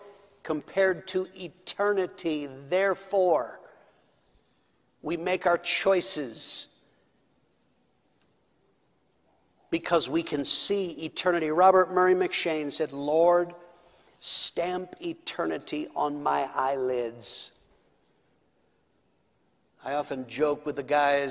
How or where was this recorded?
large echoing room